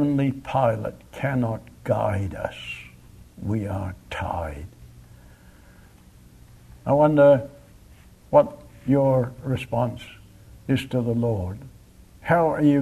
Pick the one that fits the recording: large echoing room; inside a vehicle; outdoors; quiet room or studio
large echoing room